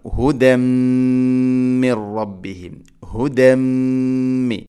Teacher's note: തൻവീനിനെ മീമിലേക്ക് ഇദ്ഗാം ചെയ്യണം, മിക്സ് ചെയ്യണം, കൂട്ടിലയിപ്പിച്ച് മണിച്ചുകൊണ്ട് ഉച്ചരിക്കണം. ഹുദം മിർ റബ്ബിഹിം, ഹുദം മി, ഇങ്ങനെ മണിക്കണം. · Term: ഇദ്ഗാം ബിഗുന്ന